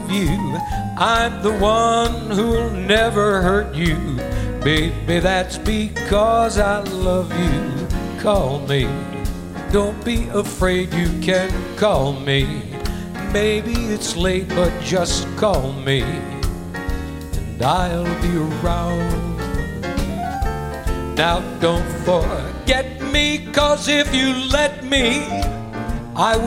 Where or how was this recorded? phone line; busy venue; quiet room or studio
busy venue